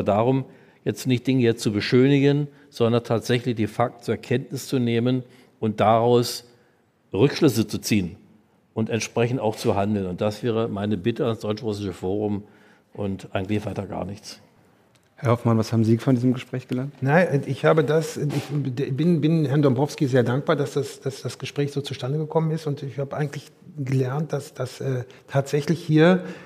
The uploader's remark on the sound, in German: Aufgezeichnet wurde diese Folge nicht im Studio, sondern live auf dem Podcastfestival von ZEIT ONLINE im Berliner Radialsystem